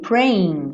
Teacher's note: praying, repara o G que não é pronunciado